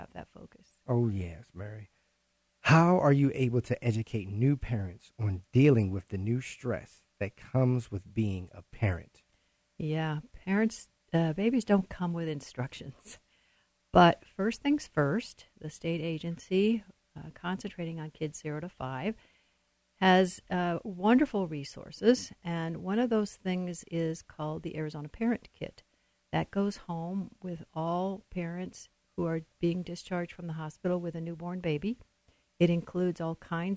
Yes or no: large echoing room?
no